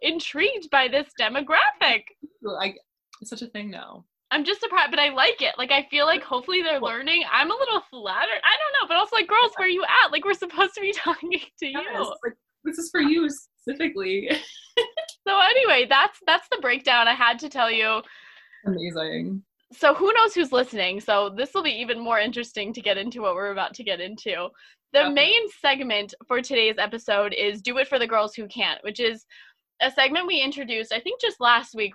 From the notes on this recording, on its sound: this time from the virtual Zoom studio